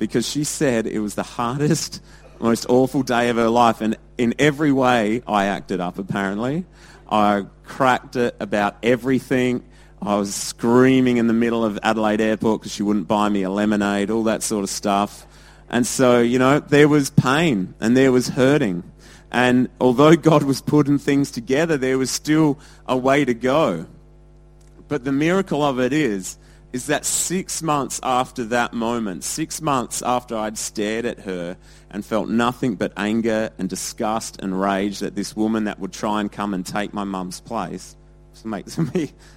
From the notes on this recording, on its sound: Recorded at Lifepoint Church, Adelaide, South Australia on Father's Day 2016.